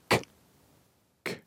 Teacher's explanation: Da har du tungespissen antagelig bak tennene nede, og så løfter du baktunga opp imot den bløte ganen, og så stenger du der